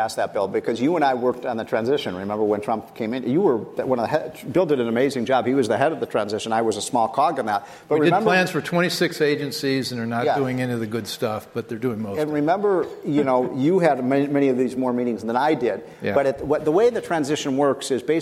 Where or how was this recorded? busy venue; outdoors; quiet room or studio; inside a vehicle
busy venue